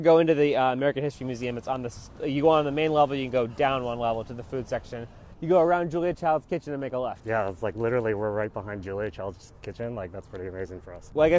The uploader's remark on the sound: Walk A Mile is recorded while taking a one-mile walk with interesting and inspiring people. Each have a microphone, their most comfortable walking shoes, and endless possibilities for conversation.